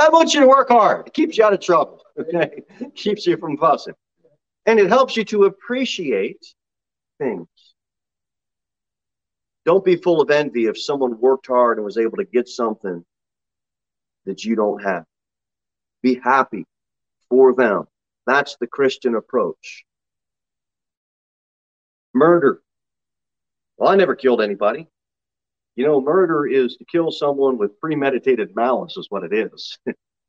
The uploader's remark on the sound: Sermon delivered at the Pilgrim Baptist Church